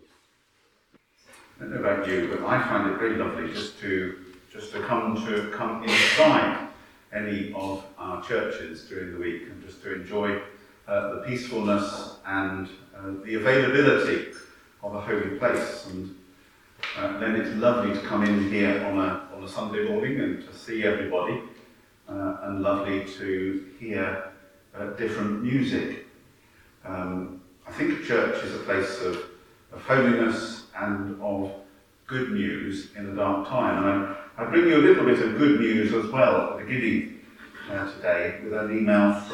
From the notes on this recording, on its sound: Sunday morning service from the church of St Peter and St Paul, Hawkley.